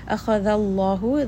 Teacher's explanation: Kha is heavy, dal is light, and then the name of Allah here is heavy. So make sure dal does not also become heavy along with those two other letters.